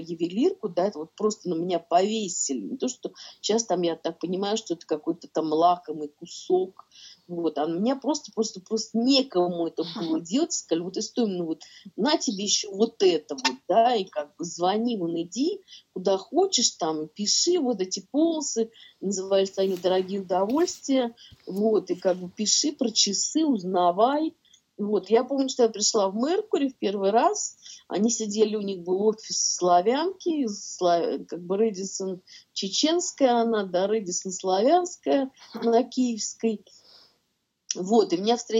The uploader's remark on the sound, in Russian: В пандемию прошлой весной мы говорили с ней по Zoom. Запись не студийная, Zoom.